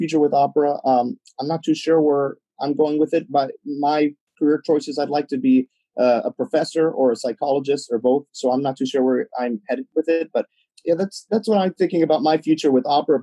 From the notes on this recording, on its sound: three passionate, articulate teenage opera lovers in a Zoom room together